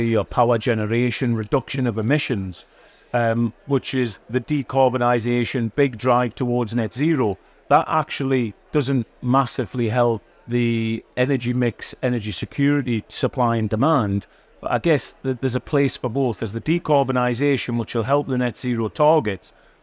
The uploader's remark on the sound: On this podcast recorded live at Offshore Europe 2023